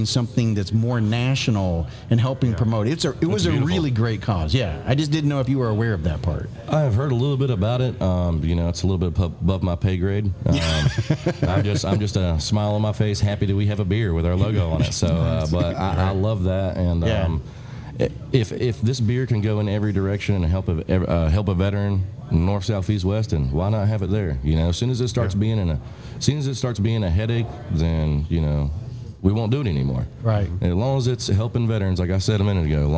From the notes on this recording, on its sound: Taped at Line Creek Brewing Co., Fayetteville, GA